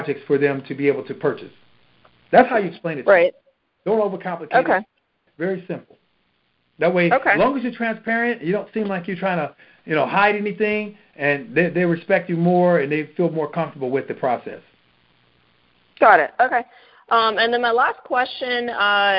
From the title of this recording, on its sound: Gold Club Q&A Call